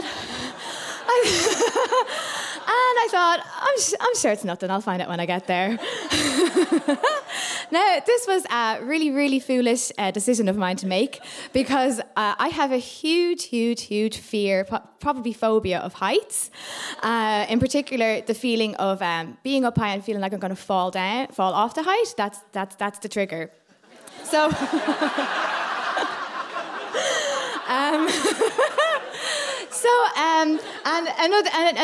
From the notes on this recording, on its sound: Recorded live onstage at our monthly Story Slam's in Dublin's Sugar Club